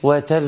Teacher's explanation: انت حاولت تزود في زمن الباء فانت غيرت في صفة الحرف نفسه. فاحنا عاوزين نحافظ على أزمنة الحروف، عاوزين نحافظ على زمن الحرف وكونه من حيث انه قوي او ضعيف، من حيث ان زمنه طويل او قصير، من حيث التفخيم والترقيق.